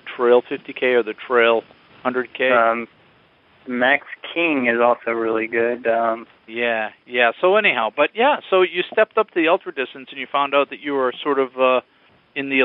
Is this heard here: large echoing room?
no